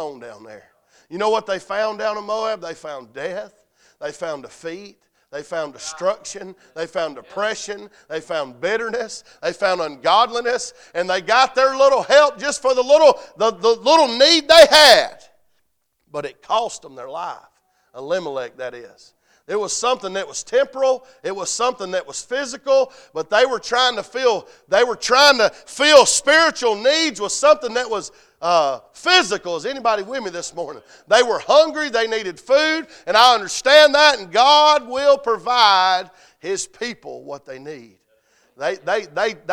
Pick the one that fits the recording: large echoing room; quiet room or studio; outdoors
large echoing room